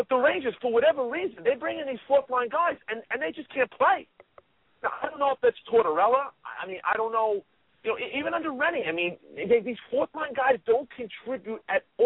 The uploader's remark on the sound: Interactive Ranger talk with a live chat, and phone calls from some of the lunatic fringe of this fanbase.